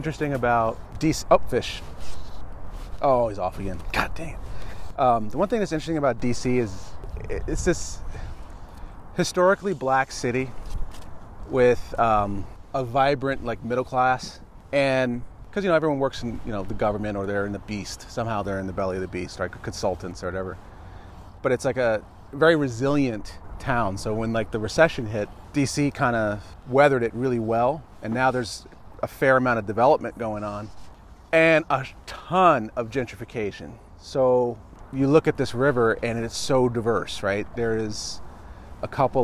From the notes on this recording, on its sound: We row our way out into Fletchers Cove on Washington DC's Potomac River.